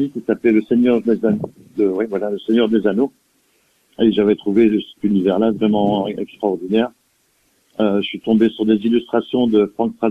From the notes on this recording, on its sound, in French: reçoit par téléphone